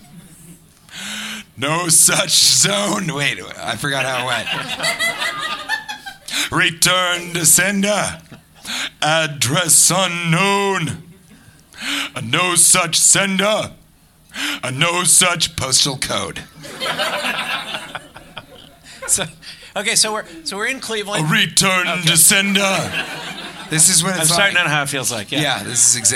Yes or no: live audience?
yes